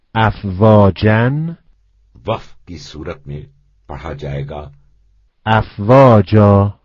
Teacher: اگر کلمے کی آخر میں تنوین نصب ہو تو وقف آ کی آواز میں ہوگا